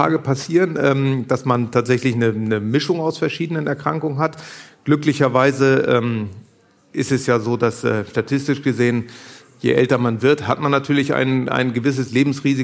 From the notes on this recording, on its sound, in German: live vor Publikum aufgezeichnet